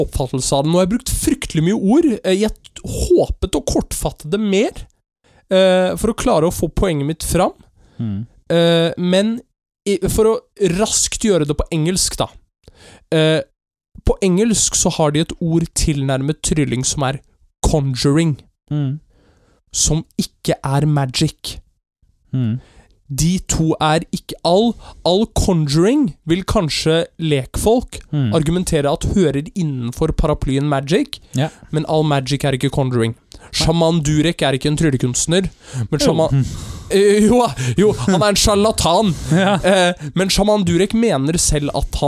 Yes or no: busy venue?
no